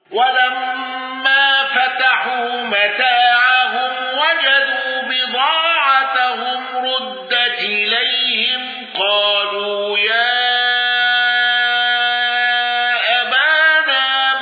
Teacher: الأزرق بالإشباع والنقل وترقيق الراء المضمومة